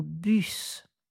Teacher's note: le S final est prononcé quand je prends le mot bus tout seul. Dans une phrase, on va enchaîner ce son S avec la voyelle suivante.